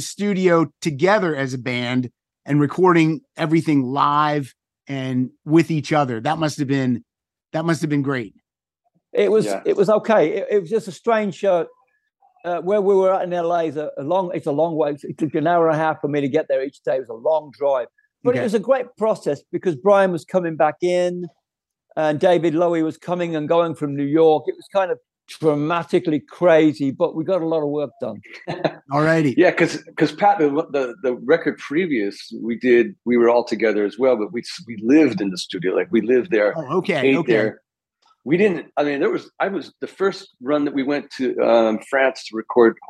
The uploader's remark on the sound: back to the Zoom Room